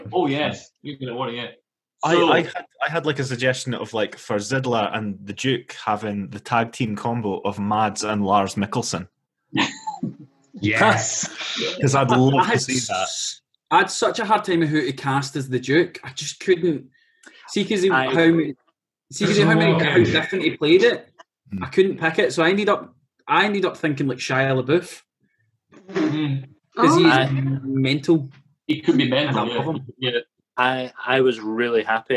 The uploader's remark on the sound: The Zoom season begins